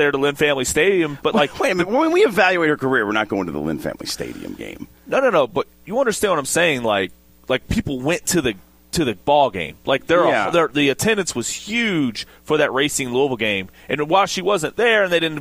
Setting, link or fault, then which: setting, busy venue